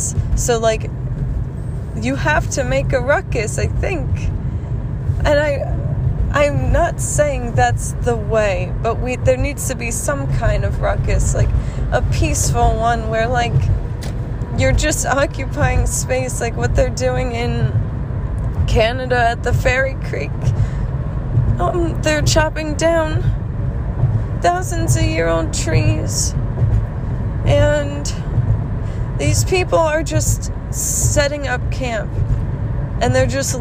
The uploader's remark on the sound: This was a quick ramble in the car